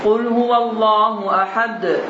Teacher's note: Qalqalatul kubra, böyük qalqala. Sözün sonunda olduğu üçün daha bir açıq bir şəkildə tələffüz olmalıdır.